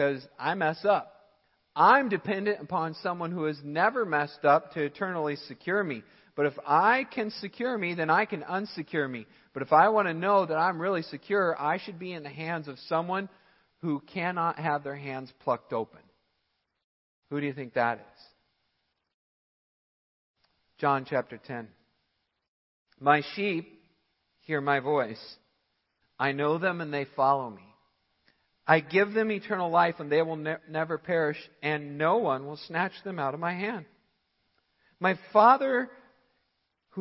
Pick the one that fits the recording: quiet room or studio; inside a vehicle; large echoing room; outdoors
large echoing room